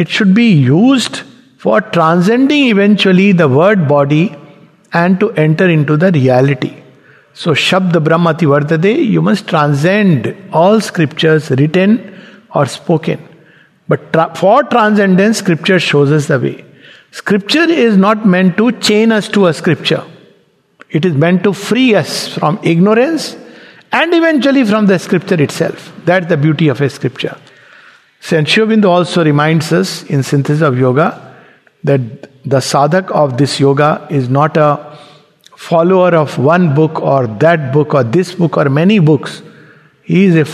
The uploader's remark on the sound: Recorded in Sangham Hall of the Savitri Bhavan, Auroville